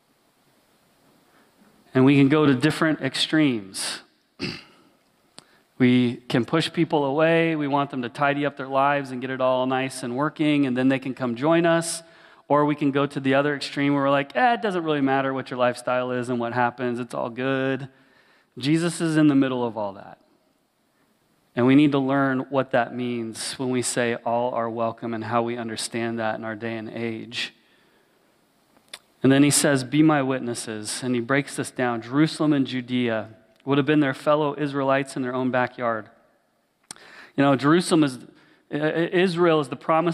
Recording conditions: large echoing room